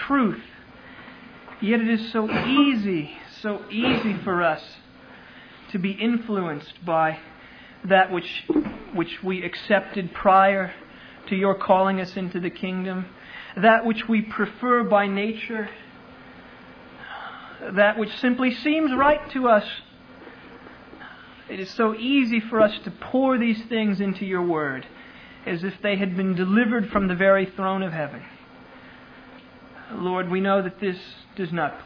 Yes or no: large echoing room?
yes